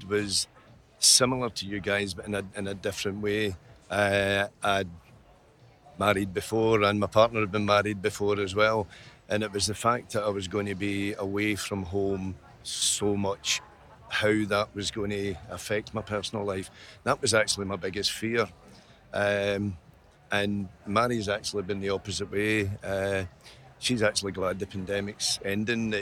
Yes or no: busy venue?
yes